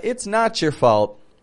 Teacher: We'll often drop a couple of the letters from either you or your, and we'll mush it together to sound like a chew or ch when ending words.